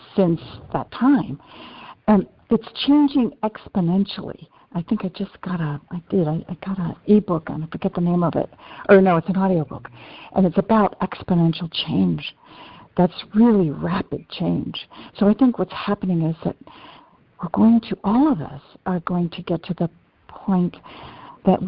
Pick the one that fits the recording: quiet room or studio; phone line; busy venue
phone line